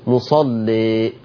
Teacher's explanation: مصلي، يبقى اذا فتح الالف عشان افتحها غلظت اللام، ولما قللت الالف اجبرت لما انا قللت الالف اجبرت ان انا لازم ارقق اللام